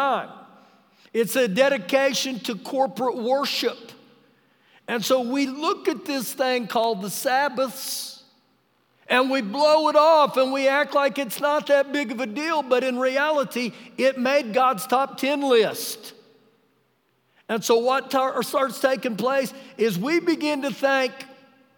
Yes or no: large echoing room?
yes